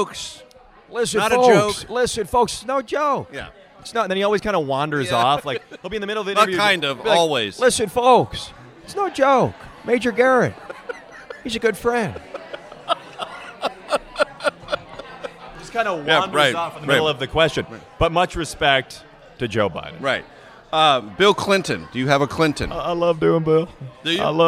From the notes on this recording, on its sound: at Unconventional Diner in Washington, DC